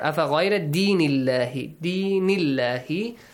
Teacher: The letter lam in the word Allah also must be pronounced with a light sound.